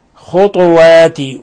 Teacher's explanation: ويلزم من إسكان الطاء قلقلة الطاء. فإذا شعبة هنا بدل أن يقرأها بضمتين يقرأها بضمة واحدة، ضمة الخاء وإسكان الطاء، خطوات، ويلزم من إسكان الطاء قلقلتها لأن من حروف قطب جد.